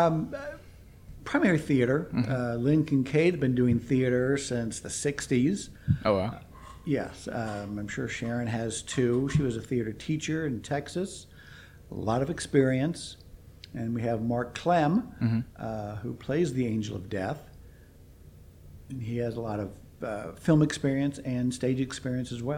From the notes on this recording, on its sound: Unfortunately we had a bit of trouble with audio levels in this one. Certain parts are a bit lower than others.